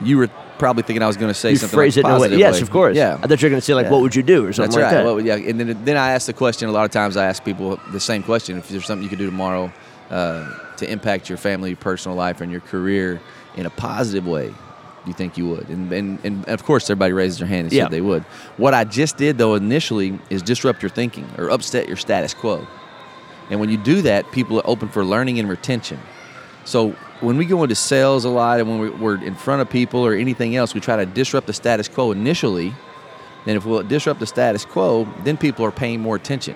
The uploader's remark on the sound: Live At Podfest 2017 Day 2